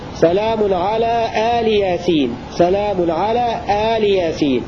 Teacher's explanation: بفتح الهمزة ومدها مد بدل وكسر اللام هكذا سلام على آل ياسين، سلام على آل ياسين على أنها كلمتان كلمة آل أضيفت إلى ياسين، ويجوز قطعها بالوقف على آل للاختبار أو الاضطرار أو التعليم.